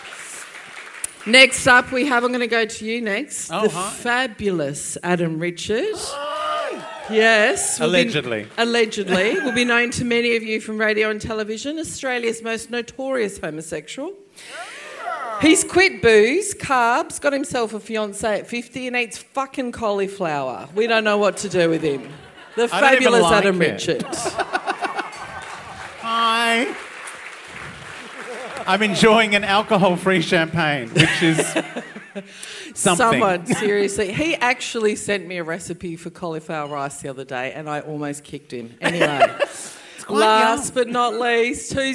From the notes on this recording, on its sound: LIVE at the Brunswick Ballroom. LIVE RECORDING.